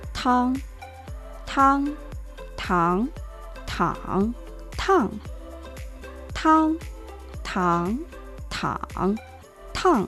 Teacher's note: te con la vocal nasal trasera, ang, te ang, tang, tang, tang, tang tang, tang, tang.